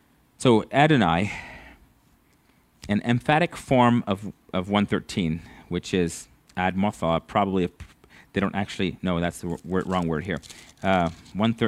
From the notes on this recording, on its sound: At Living Water Fellowship Denver's Sunday morning service on May 22nd 2022.